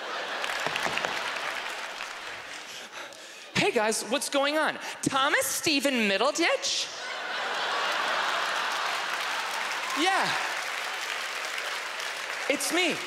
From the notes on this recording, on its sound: stand up from the Just For Laughs Festival in 2015